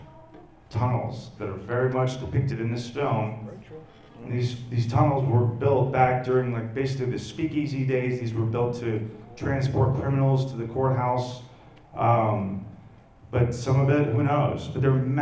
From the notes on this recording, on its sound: L.A. Comic Con Panel. It was a packed house and a great crowd. We cleaned up the audio the best we could but it was recorded in an open room so don’t expect studio-quality sound lol!